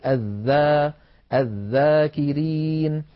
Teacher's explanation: والذال حرف مستفل، لأنها ليست من حروف خص ضغط قض فلا استعلاء ولا تفخيم في الذال. ذا ولا نقول الذا مثلا الذاكرين، بل نقول الذا الذاكرين.